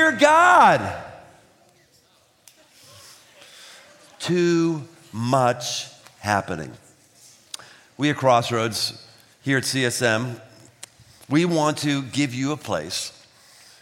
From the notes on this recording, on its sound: Live at The Big Night. 3,000+ teenagers, gathered from three states.